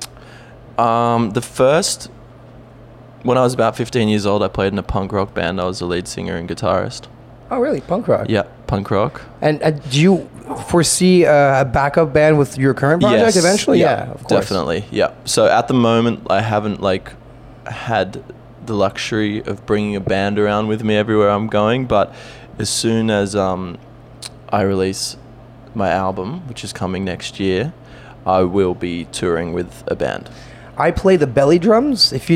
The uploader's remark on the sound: Those are the interview we did at FME during the festival.